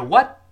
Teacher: What 最后那个 t 一定失去爆破了